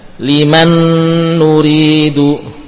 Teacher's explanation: huruf nun hilang zatnya dan sifatnya · Term: idgham sempurna